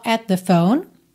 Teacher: Também at com the, você junta num som só, at the phone.